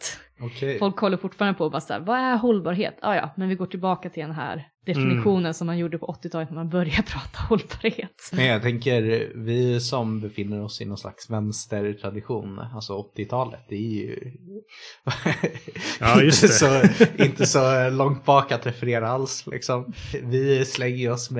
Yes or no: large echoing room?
no